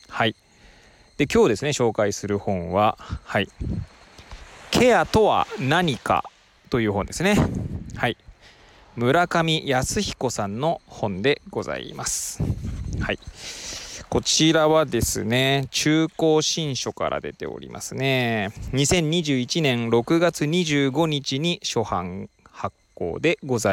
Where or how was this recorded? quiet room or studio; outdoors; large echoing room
outdoors